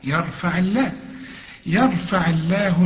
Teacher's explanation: العين مكسورة يبقى لفظ الجلالة هنرققه